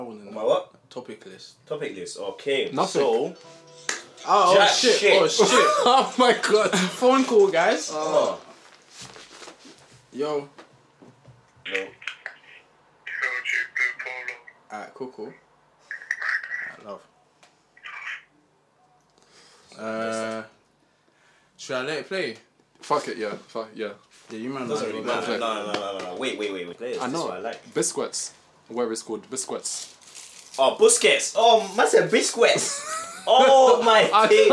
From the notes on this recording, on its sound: poor audio this week due to background noise